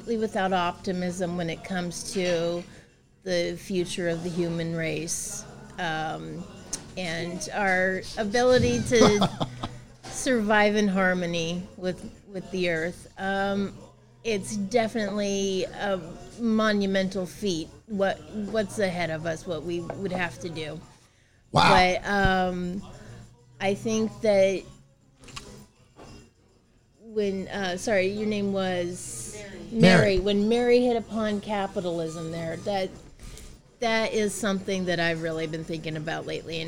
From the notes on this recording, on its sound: This takes place live at 'Whelan's Irish Pub' in Portland, OR.